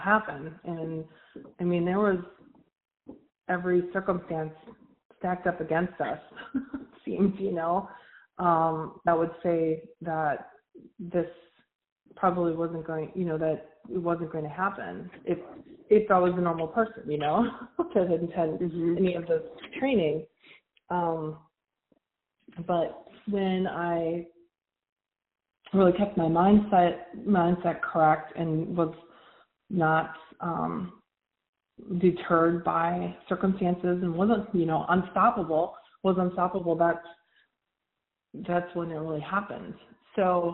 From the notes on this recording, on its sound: All of these coaching calls have been recorded with permission from my clients. Please be aware that these are not studio recordings, and the sound quality may vary. I’m speaking with a client.